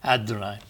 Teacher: your best pronunciation for the D is to take a TH sound and make it sound like a D. The Adonai, like it's not TH but DH, Adonai.